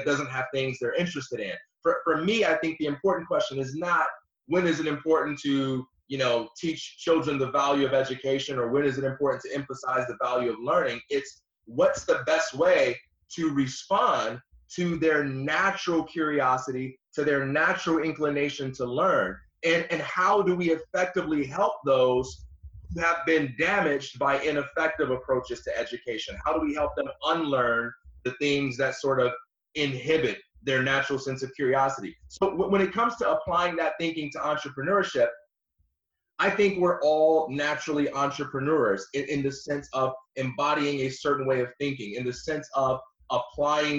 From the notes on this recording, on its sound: Some weird audio issues going on today, so we were forced to switch platforms and it resulted in some imperfections in sound.